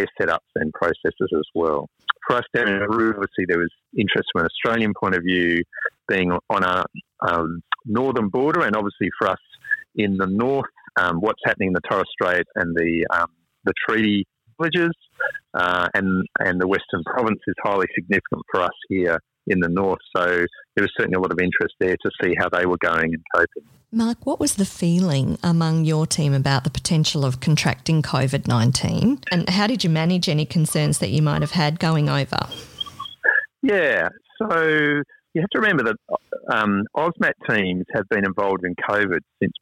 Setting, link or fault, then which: link, phone line